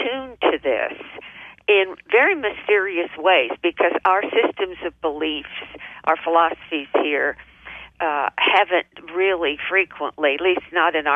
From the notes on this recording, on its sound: OUR Show this week is a live call-in